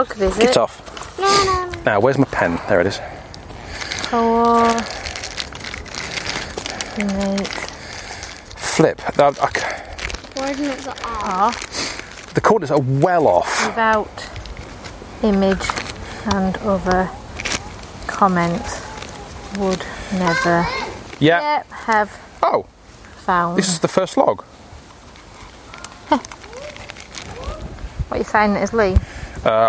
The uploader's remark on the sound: This is a fairly long episode which hasn't been edited down much, so there are a lot of ambient pauses and heavy breathing to be enjoyed. Recorded in the field on my Olympus DM-3 voice recorder.